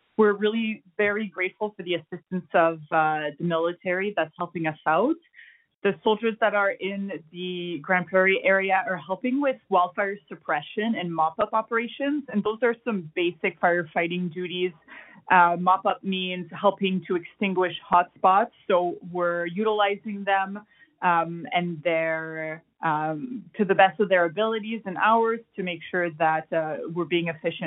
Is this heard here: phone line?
yes